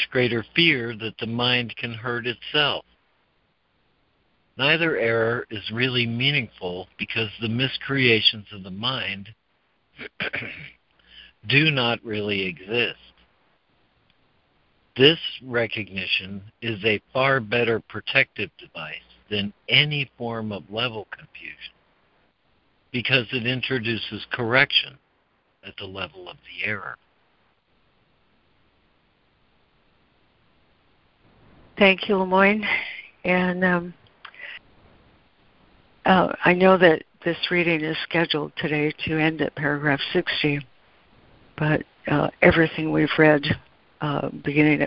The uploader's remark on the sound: ACIM Daily Conference Call.